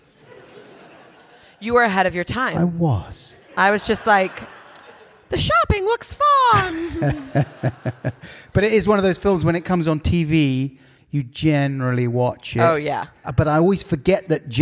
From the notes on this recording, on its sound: AT LONDON PODCAST FESTIVAL 2019. In front of a live audience at the London Podcast Festival.